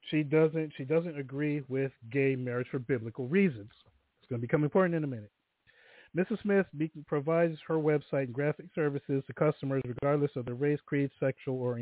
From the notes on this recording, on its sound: THe phone lines are open in the second hour.